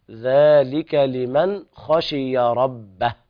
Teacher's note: ذلك لمن، ونخرج الطرف اللسان في الذال، ذلك لمن خشي ربه، والوقف على الهاء بالهمس بهذه الطريقة